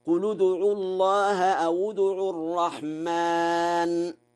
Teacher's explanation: قرأ ورش بضم لام قل وواو أو، وذلك في حالة الوصل، فيقرأ هكذا: قل ادعوا الله أو ادعوا الرحمن.